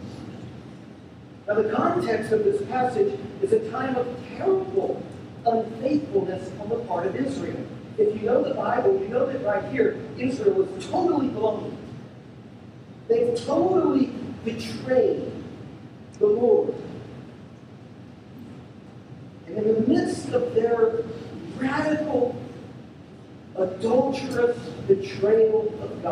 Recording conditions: poor sound quality